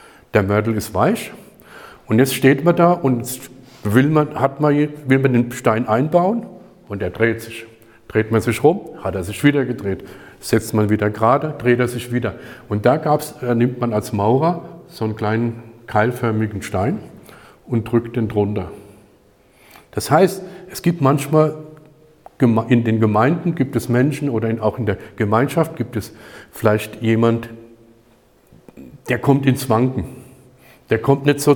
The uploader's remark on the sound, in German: Die Predigt wurde bei der Aufnahme der StartUp-Kirche Worms in die örtliche Arbeitsgemeinschaft Christlicher Kirchen gehalten.